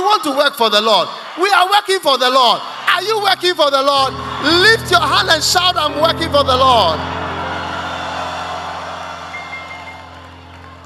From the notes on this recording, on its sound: Preached at The Tsalach Night Service, First Love Center, Accra.